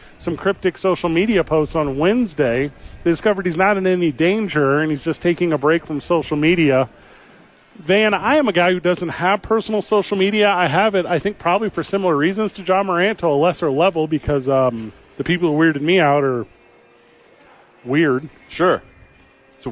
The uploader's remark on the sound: Live from the park and then immediately on the field for the first pitch!